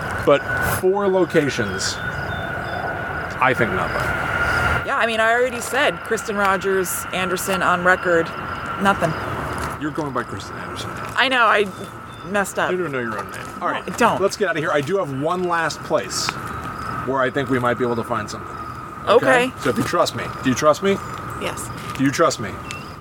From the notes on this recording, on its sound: we share footage/audio from our own Randonautica outing